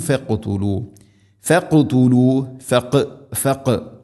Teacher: ഖാഫിനെ ഖൽഖല ചെയ്യണം ശരിക്കും കേൾക്കണം ഫഖ്തുലു എന്നല്ല ഫഖ്തുലു ഫഖ്തു ഖാഫിന് സുക്കൂനാണ് താഇന് ദമ്മാണ് എല്ലാം ശ്രദ്ധിക്കണം ഫഖ്തുലു